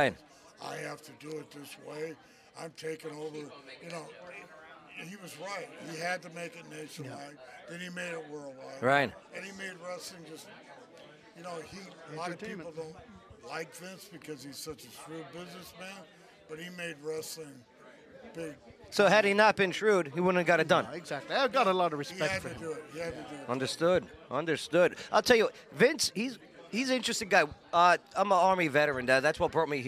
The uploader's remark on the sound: Live at #ClarksvilleCon 2020 from the Riverview Inn Hotel. Live at #ClarksvilleCon 2020 from the Riverview Inn Hotel.